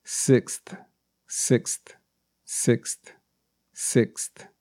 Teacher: So the th kind of falls off or becomes a little bit more quiet or silent.